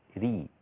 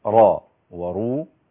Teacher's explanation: وقت الكسر ترقق الراء، وفي وقت الضم أو الفتح تستعلى أو يستعلى بالراء وتصير مفخمة، فتصير را ورو، وإذا كسرت تكون مرققة فتصير ري هكذا.